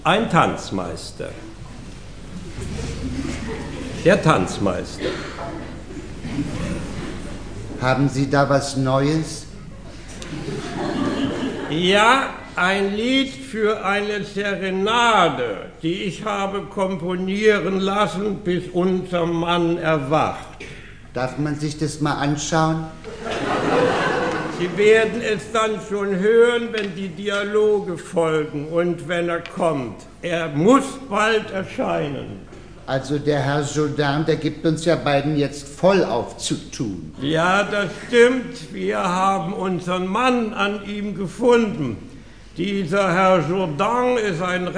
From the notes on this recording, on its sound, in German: Dieser Mitschnitt einer Aufführung des Berliner Schauspielhauses am Gendarmenmarkt wird von der … begleitet. Format: Original Recording.